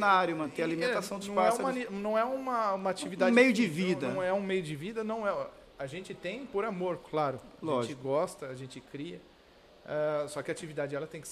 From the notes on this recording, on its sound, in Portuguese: Todos os episódios foram gravados durante o 70ª Campeonato Brasileiro de Ornitologia, no Centro de Eventos da FOB, em Itatiba, SP, em julho de 2022